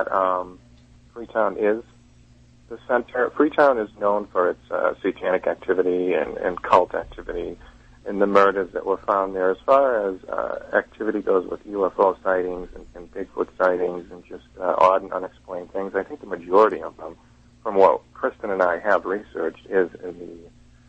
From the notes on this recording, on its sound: We're joined in studio by Bridgewater Triangle researcher and historian. Via telephone.